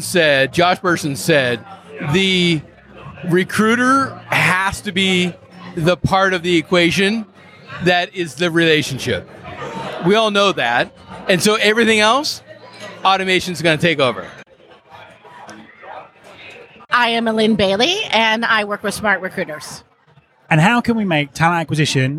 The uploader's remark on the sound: This special episode was recorded at the first ever Recruiting Future Podcast live event at the HR Technology Conference in Las Vegas. I was blown away by how many people came along.